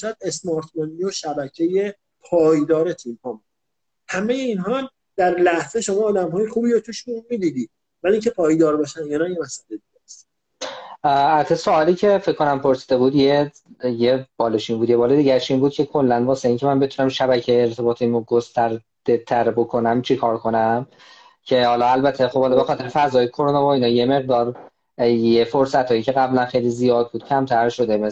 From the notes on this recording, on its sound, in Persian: فایل صوتی اینستالایو